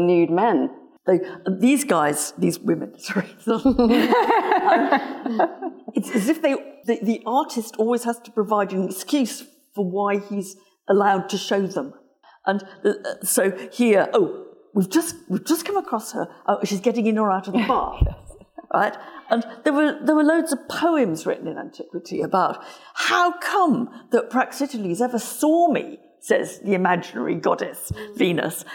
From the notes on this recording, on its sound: This event was recorded on the 26th of February 2023, at Sotheby's in London.